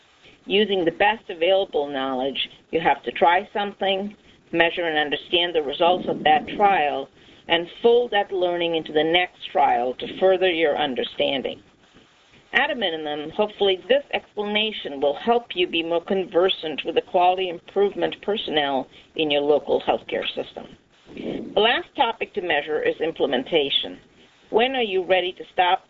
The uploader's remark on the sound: August 2005 Author in the Room® Teleconference.